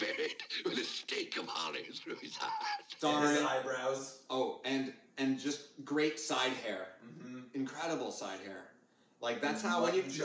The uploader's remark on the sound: The audio isn't the best, my apologies.